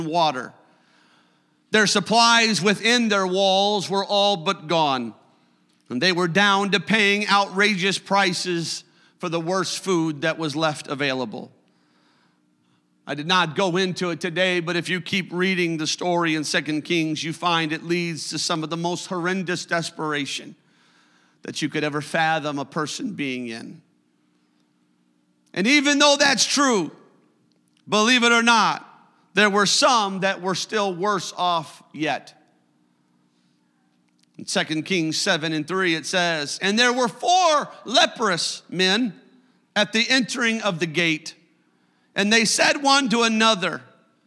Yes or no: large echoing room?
yes